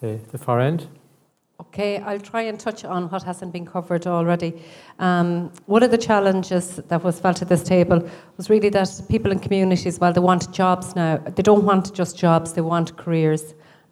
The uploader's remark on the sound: A recording of a rural stakeholder event on economic development in rural Ireland, hosted by NUIG. Organised by the RIA Social Sciences Committee in collaboration with the Department of Rural and Community Development.